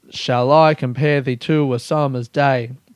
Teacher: There's there's uh end stopping a line, which is where so there's iambic pentameter, which is I am is a foot, and there's various different kinds of feet, but the iamb is when it's I am, so it's when there's a an unstressed and then a stressed syllable, and it's two syllables